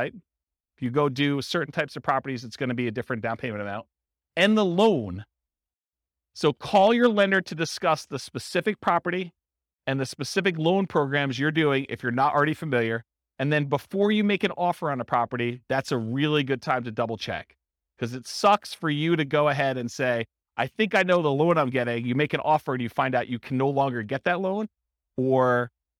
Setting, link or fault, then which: setting, live audience